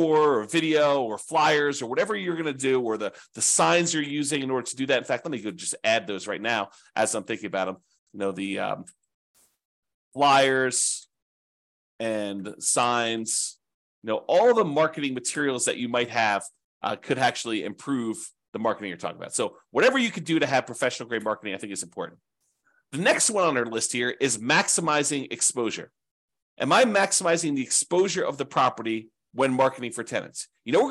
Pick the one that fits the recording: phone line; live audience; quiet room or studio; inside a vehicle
quiet room or studio